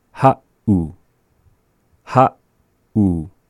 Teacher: That is the classic example of the pause. The pause, the 7 in the written word ha'u is representing that pause right after the vowel a and before the vowel u